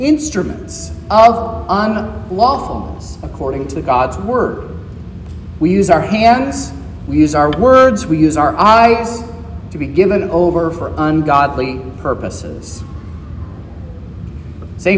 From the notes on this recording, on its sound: This is the sermon preached at Trinity Lutheran Church in Vallonia, Indiana, on Sunday, July 23rd, 2023, which was the 7th Sunday after Trinity.